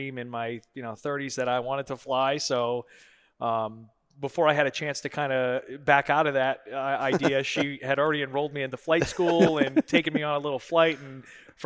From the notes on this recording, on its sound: Recorded at Hospitality 2021 at the Aloft Delray Beach.